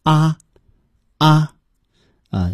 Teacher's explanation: 汉语呢是嘴唇大大的张开啊，因此呢口腔前部发出这个啊啊啊